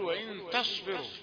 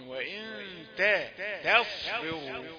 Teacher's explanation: هو يقول وإن تصبر، ونسوا أنه جاء بالتاء قريبة من الطاء بسبب قربها من الصاد المفخمة · Shown in: first take · لا، لابد أن ننبه إلى وإن تاء رقيقة تصبر، تأتي بالتاء الرقيقة، أولا تحافظ على حقها في الرقة قبل أن تأتي بالصاد المفخمة.